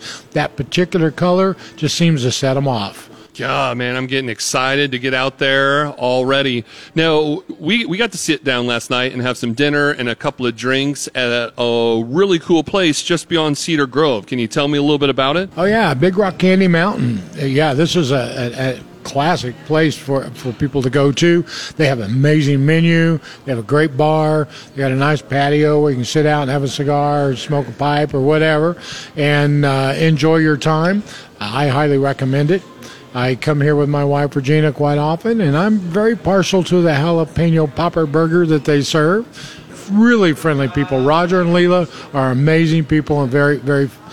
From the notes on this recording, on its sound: Opening Day of Missouri Trout Season. The Morning Shag broadcasts live from Montauk State Park for the opening day of trout season in Missouri.